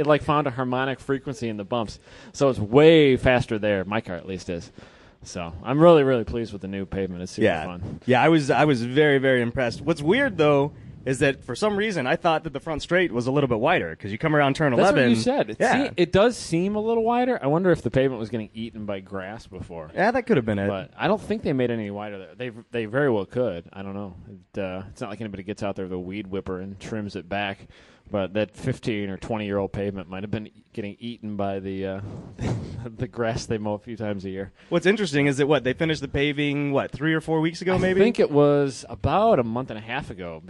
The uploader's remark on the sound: Live at HondaMeet15 at Gingerman Raceway in South Haven, MI